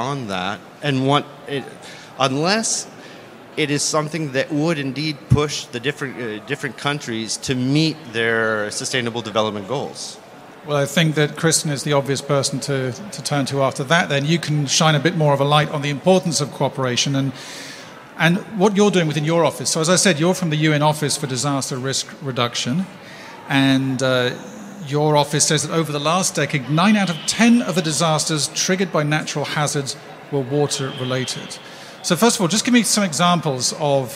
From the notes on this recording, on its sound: The conversation took place as part of the SDG Media Zone sessions at the UN Water Conference. The conversation took place as part of the SDG Media Zone sessions at the UN Water Conference.